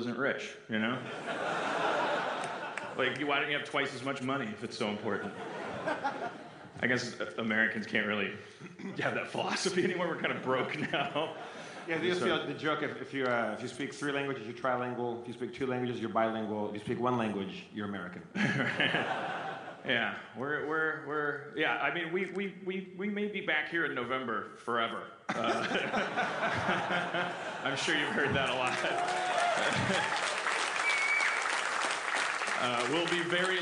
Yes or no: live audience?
yes